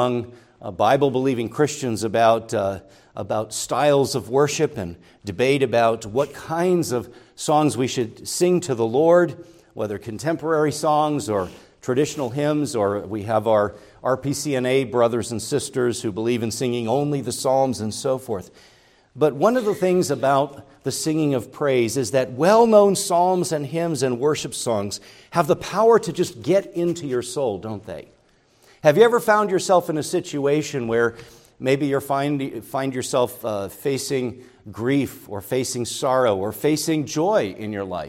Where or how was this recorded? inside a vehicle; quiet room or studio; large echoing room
large echoing room